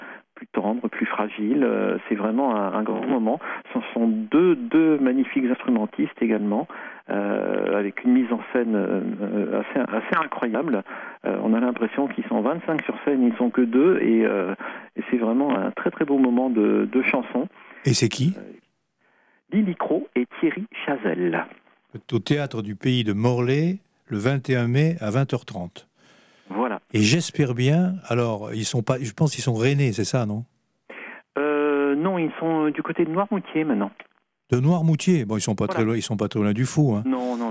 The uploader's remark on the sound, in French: En direct et sans filet ! Au Bistrot des copains, par téléphone. Festival Les originales de Morlaix et ses environs.